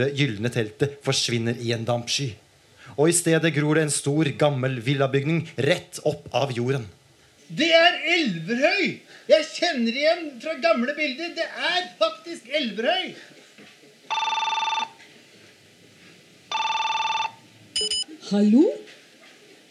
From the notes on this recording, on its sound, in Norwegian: Spilt inn under festivalen Sånafest, direkte foran publikum